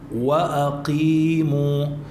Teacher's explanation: وأقيموا، القاف عليها كسرة، ما بدنا نفخم القاف ونقول أقيموا، لا، وأقيموا، جبت القاف لكن من غير استعلاء.